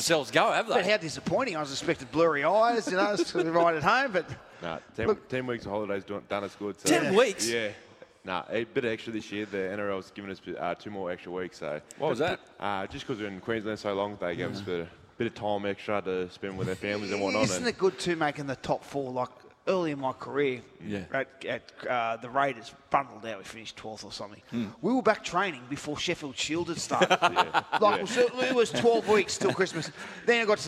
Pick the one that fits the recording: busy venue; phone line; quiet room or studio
busy venue